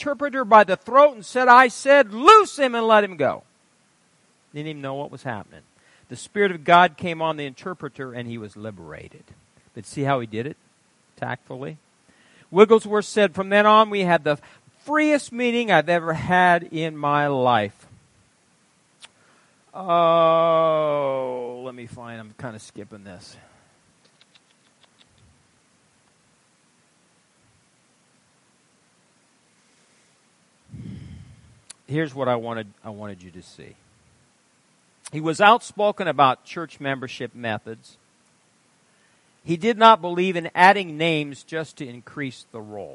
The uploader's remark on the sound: Wednesday Night Service - Audio.